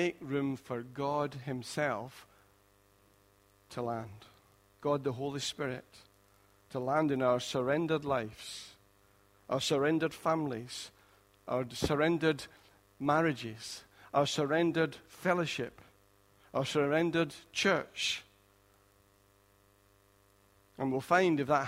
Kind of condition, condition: setting, large echoing room